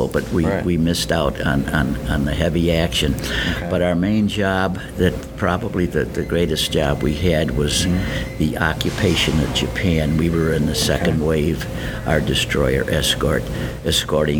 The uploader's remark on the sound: Recorded at This Little Pig Restaurant (Williamsville, NY).